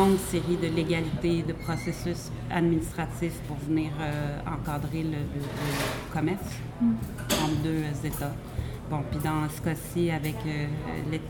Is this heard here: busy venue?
yes